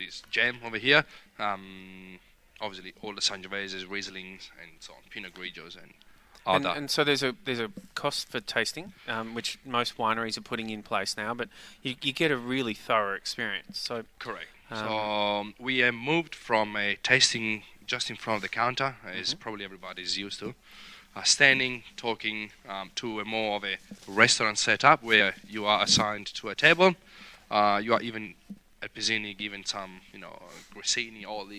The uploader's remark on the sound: King Valley Outside Broadcast-June 2021